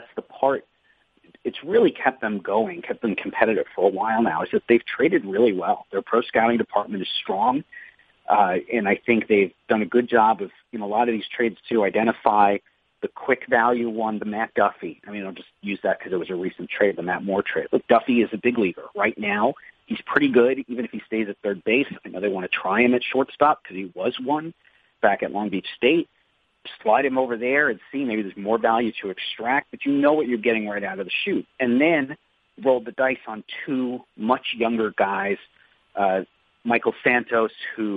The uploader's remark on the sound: in an ESPN media conference call